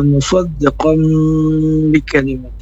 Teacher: ada iqlab pada kata musaddiqan bikalimat, ini iqlab berubah suara jadi mim. Panjangnya juga 4 harakat.